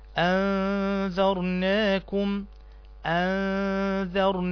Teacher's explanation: عندنا حرف الذال، وحرف الذال من الحروف الإيه؟ اللثوية اللي هي حروف إخراج اللسان، فتنطق هكذا: أنذرناكم أنذرناكم، تخرج لسانك في حرف الذال، أنذرناكم عذابا أنذرناكم عذابا.